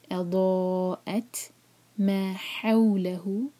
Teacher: حو مدلین، سافٹ کر کے پڑھیں گے، اس کو ہا نہیں کہنا